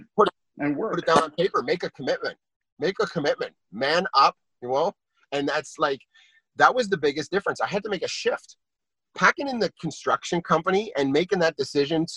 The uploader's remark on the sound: In this Zoom Recording.